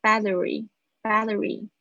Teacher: T 夹在这两个元音之间呢，它的声音会发起来像 l 的声音